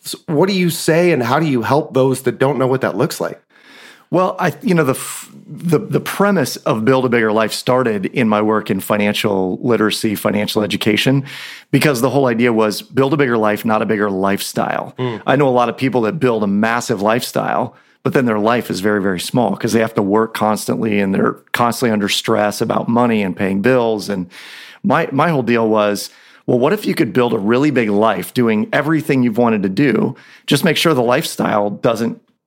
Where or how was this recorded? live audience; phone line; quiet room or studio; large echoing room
quiet room or studio